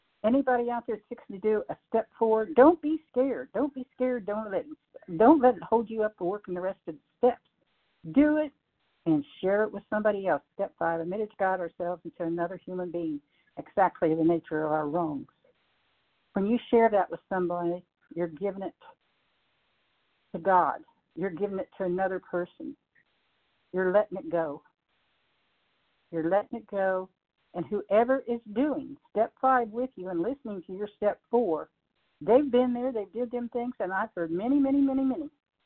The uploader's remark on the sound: 100 Pounders Phone Meeting, 12/23/23